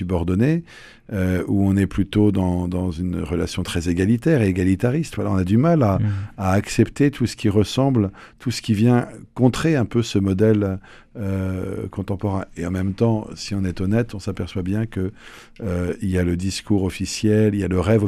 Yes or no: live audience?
no